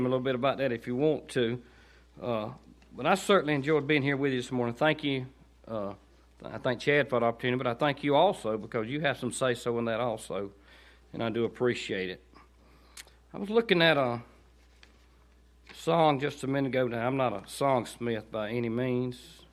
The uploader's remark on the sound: to Cottondale Baptist Church in Eastman, GA on 9/16/18 during the 6pm service